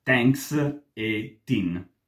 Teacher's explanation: Mentre quando si tratta del TH di parole come thanks oppure thin, ci sono due alternative. Secondo me la più tipica italiana è quella semplicemente di pronunciarle come una T, quindi thanks e tin.